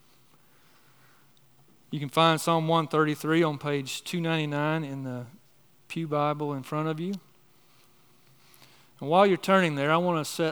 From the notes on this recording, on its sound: on the morning of December 3, 2023, at Chaffee Crossing Baptist Church in Barling, AR.